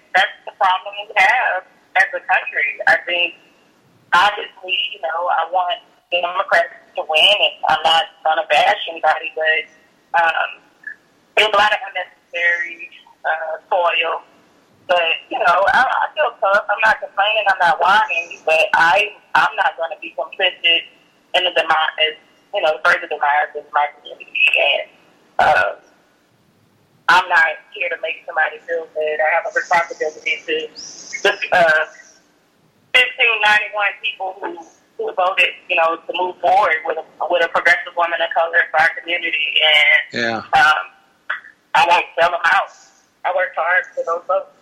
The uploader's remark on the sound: At the halfway mark, we bring. Joins us Live in the Living Room. By phone.